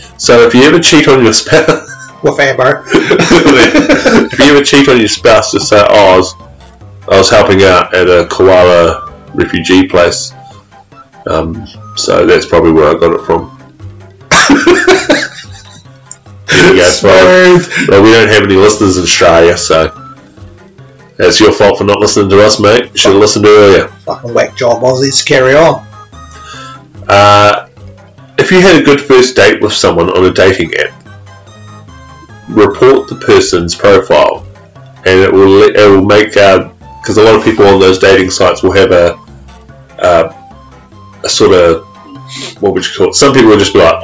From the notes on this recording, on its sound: Due to alot of technical problems we are a day late at sounding a bit different but we are workong on fixing it.